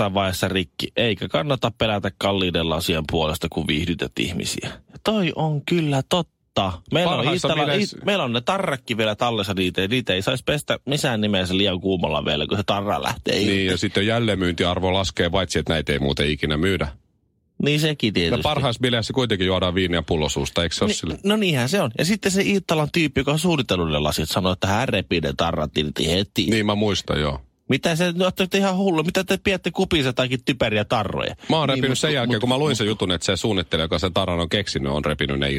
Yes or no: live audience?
no